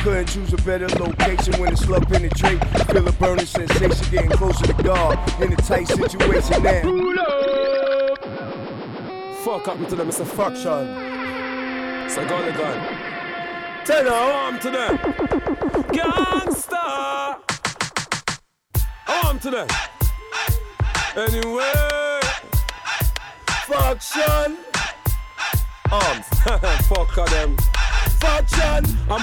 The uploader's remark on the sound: Originally broadcast live on July 26, 2018 from the storefront of Kinfolk 90 in Williamsburg, Brooklyn, New York City.